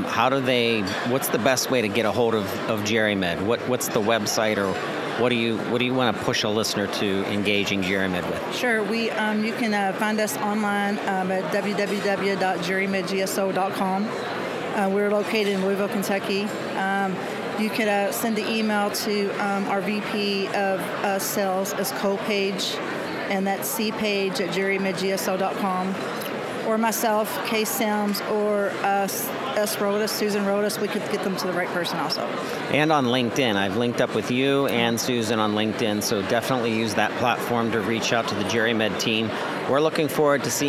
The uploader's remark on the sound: User Conference Post-Show. SoftWriters’ team members, exhibitors, partners, and conference attendees live from the show floor.